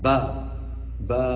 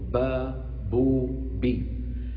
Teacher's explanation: في اللغة العربية حرف واحد اسمه الباء، باء، باء هكذا مجهورة